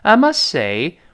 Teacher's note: 这个 must 那个 t 在这儿很明显失去爆破